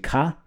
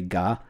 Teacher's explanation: the unvoiced version of it would be ka, and then the voiced version would be ga